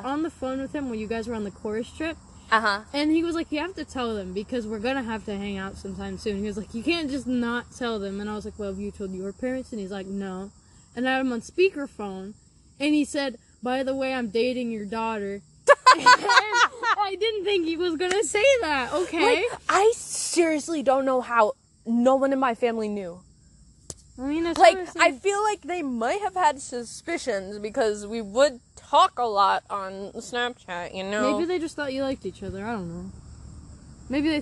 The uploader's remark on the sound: your two mayor's are outside spilling the tea at their tea party